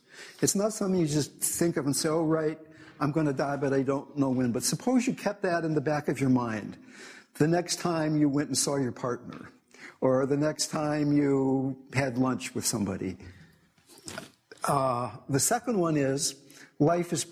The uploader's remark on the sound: In this talk, given at the Symington Cancer Conference